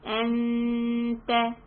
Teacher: The noon sound, you will hold it for 2 counts. · Term: ikhfa